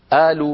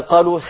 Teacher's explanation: وقس على ذلك بلاد الشام وبلاد مصر يقلبون القاف همزة · Shown in: first take